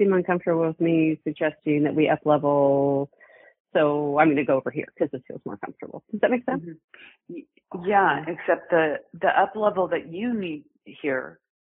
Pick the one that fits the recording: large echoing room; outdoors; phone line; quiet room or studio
phone line